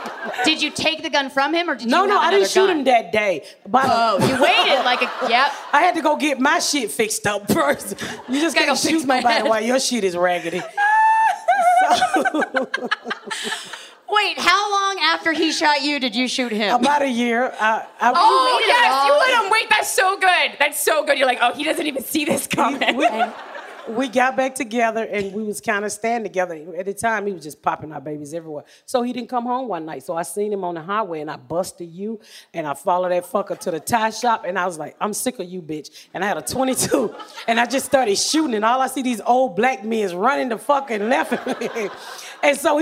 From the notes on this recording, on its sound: TODAY'S EPISODE WAS RECORDED LIVE IN FRONT OF A #FUCKER AUDIENCE AT THE JUST FOR LAUGHS FESTIVAL IN MONTREAL, CANADA!